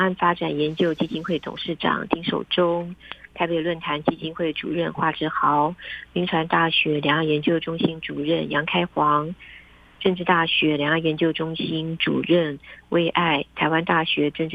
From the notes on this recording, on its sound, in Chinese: 連線訪問中央社駐北京記者